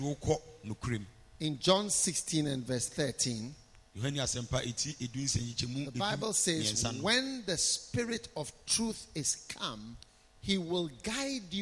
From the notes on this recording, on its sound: Preached at the Healing Jesus Campaign Pastor's Conference in Kyebi, Ghana on the 13th of December, 2021.